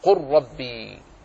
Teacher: فاللام ساكنة وقعت بعدها الراء وهما متقاربان · فتضغم اللام في الراء